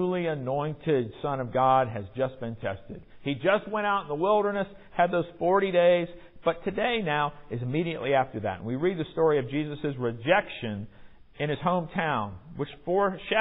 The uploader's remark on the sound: Recorded in the MPPC sanctuary.